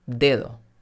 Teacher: La primera D está al principio de la palabra y por eso se pronuncia fuerte, D. Pero la segunda está entre vocales y por eso se pronuncia flojita, dedo.